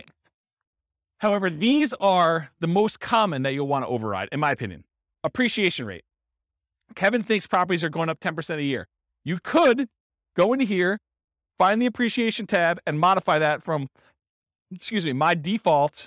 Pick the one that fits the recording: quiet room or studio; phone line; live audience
live audience